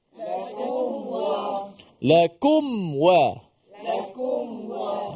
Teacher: mim itu dimatikan tanpa dipanjangkan gunnah dia · Term: izhar syafawi